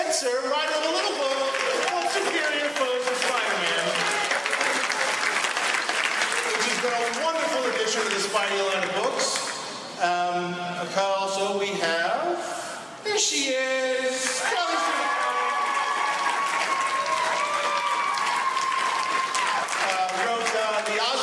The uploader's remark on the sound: Superior Spider-Talk #17: NYCC ’13 and the Superior Spider-Man and Friends Panel. Exclusive audio from the Superior Spider-Man and Friends panel with commentary.